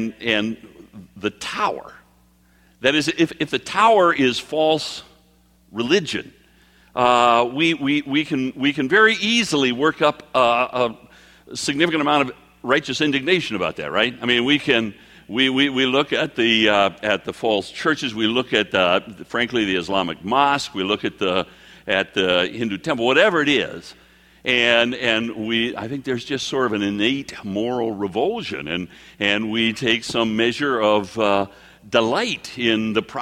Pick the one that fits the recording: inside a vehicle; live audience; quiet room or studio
live audience